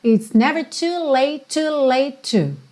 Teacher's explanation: como ele fala late e já tem outro to na sequência, esses dois T's viram um T só